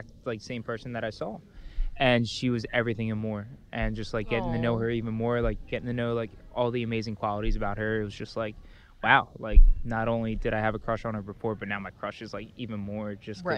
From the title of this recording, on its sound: LIVE from ‘Men Tell All’